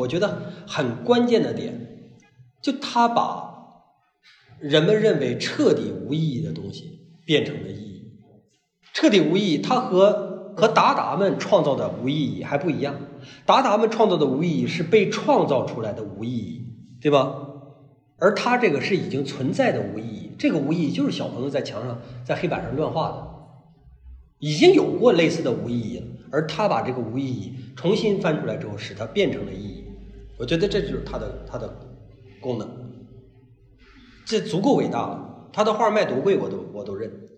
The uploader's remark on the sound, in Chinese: 讲座录音